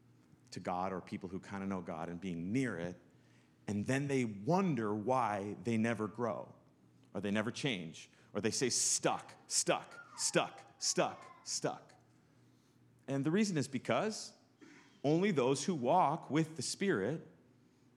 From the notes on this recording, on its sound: Sunday sermon. Live from good news in the neighborhood, a new church. In the nw suburbs of chicago.